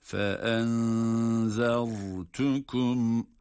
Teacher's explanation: فَاَنْذَرْتُكُمْ zel harfi ince ama ra kalın